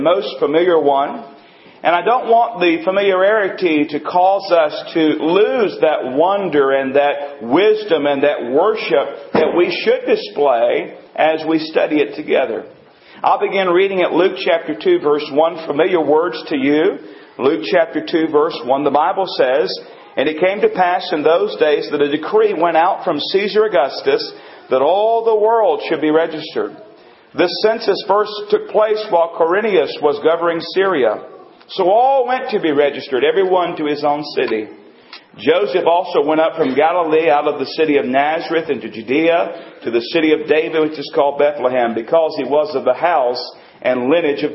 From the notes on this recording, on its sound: Recording includes part of our Christmas Service